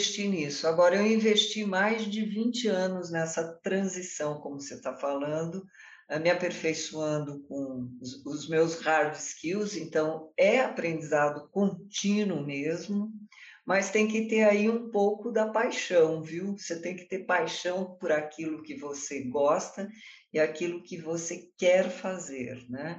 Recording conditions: video call